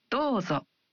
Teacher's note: When you say どうぞ, you say お and the vowel in ど one beat longer